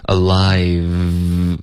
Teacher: 这个 v 的音呢下唇要碰上齿，导致一个摩擦音 alive，然后从这个 v 我们嘴唇就推往